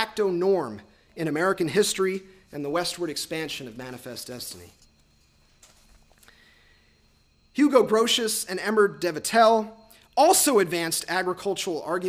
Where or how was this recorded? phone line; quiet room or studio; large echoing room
large echoing room